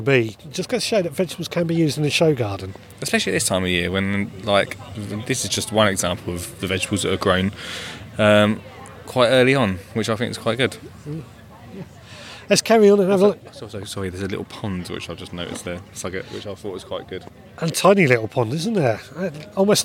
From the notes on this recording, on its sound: this week we record from Gardeners world spring fair